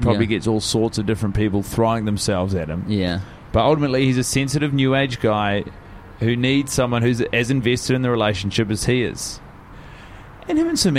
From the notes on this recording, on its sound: The boiz are together in Melbourne and recording on a balcony 34 floors in the air.